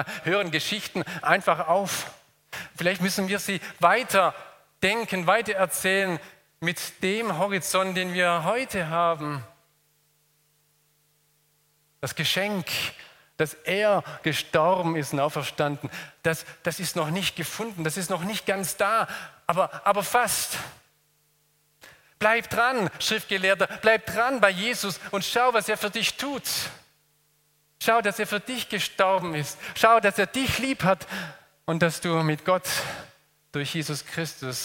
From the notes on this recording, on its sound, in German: aus dem Gottesdienst der Liebenzeller Mission